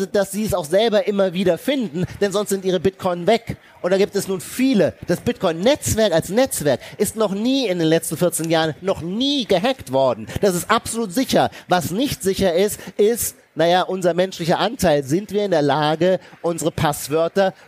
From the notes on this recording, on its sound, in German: April 2023 auf der Leipziger Buchmesse aufgezeichnet.